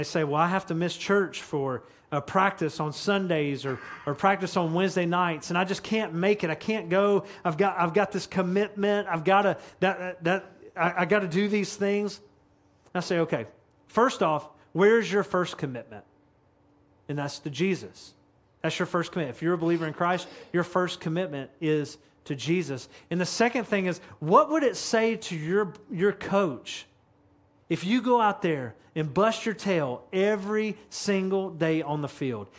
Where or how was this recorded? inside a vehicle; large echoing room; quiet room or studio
large echoing room